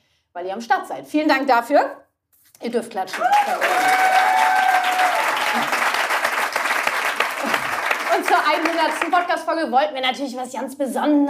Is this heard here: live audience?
yes